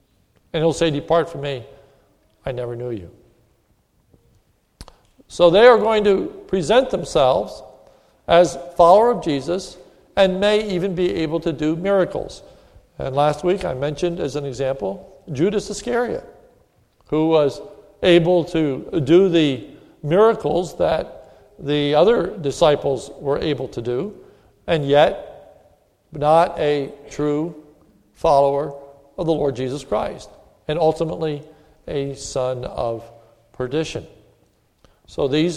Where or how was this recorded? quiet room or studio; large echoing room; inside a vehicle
large echoing room